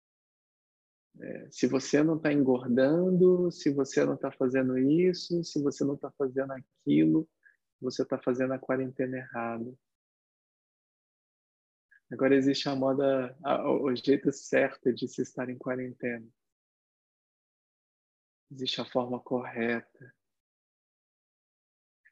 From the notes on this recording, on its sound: Online via Zoom (bit.ly/zoomsangha).